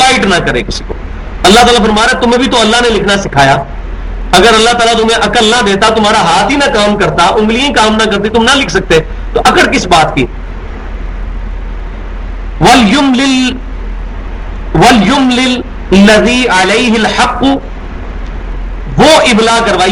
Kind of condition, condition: setting, large echoing room